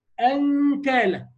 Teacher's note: ادنى حاجه خالص في الاخفاء وتحس ان هو قريب من الاظهار عند القاف والكاف